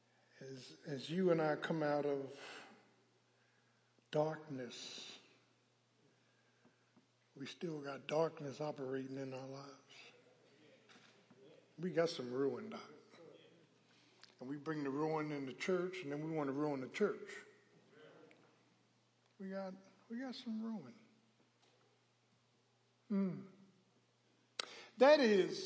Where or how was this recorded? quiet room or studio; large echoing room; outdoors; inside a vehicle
large echoing room